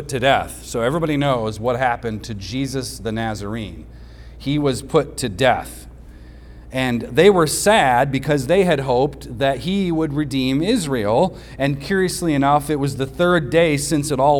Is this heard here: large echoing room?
yes